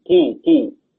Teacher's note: ضم القاف واثناء نطق واو المد بتعطيني ضم للشفتين. هذا الضم لا يحدث صوتا، هذا الضم لا يحدث.